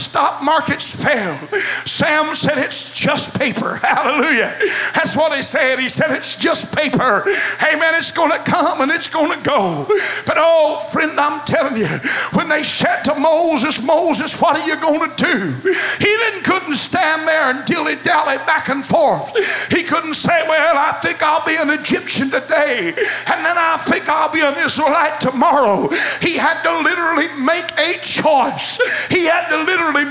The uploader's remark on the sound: Choices was preached at First Apostolic Church.